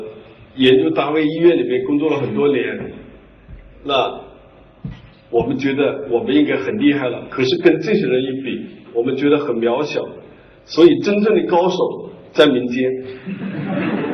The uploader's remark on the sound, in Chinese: 一席现场分享